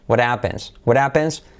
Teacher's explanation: Al unirlo, saltaremos la H y haremos la T como una R suave